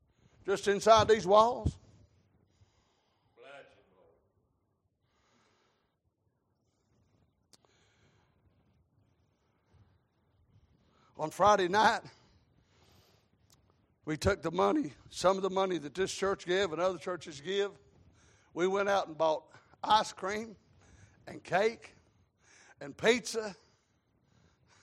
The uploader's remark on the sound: Sunday Evening Service.